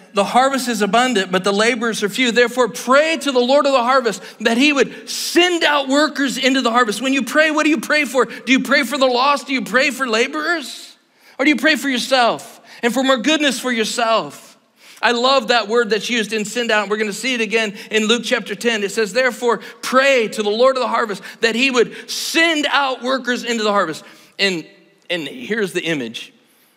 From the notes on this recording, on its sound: Tonight's service is part of the 2024 GO Conference at Cedarville University.